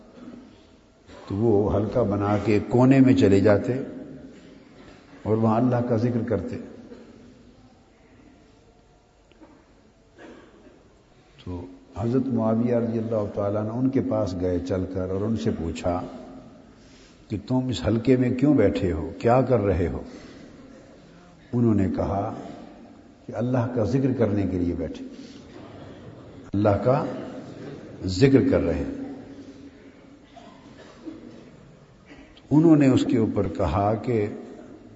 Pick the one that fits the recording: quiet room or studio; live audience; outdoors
live audience